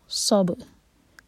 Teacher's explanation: فانصب، 2 seconds کا ٹائم اور صاد کے لیے زبان تیار. اور صاد ہیوی، آگے با پر سکون تو با پر قلقلہ.